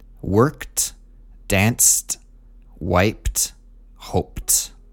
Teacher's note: wiped and hoped ended with a P sound. And so they all get a T ending.